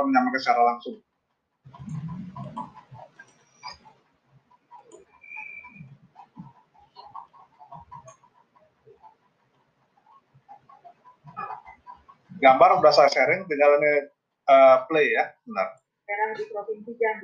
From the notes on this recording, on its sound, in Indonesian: MAAF KALO BERISIK, LAGI MAKAN RENDANG.